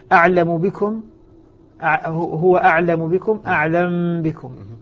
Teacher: تسكن الميم ثم بعد ذلك تخفى في الباء